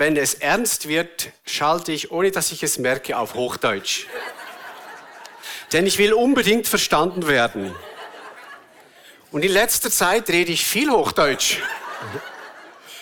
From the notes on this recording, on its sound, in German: Eine Predigt der BewegungPlus Burgdorf